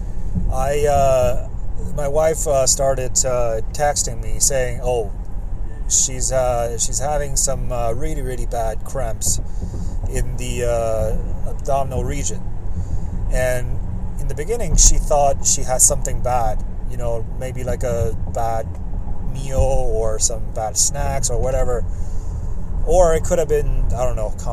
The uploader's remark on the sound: This episode was recorded on my cellphone, in 5 separate sessions over a week and then stitched together. Uncut.